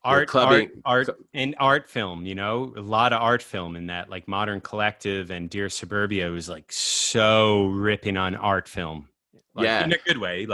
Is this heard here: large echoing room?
no